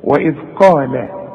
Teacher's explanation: القاف اعلى درجات التفخيم لانها بعدها الف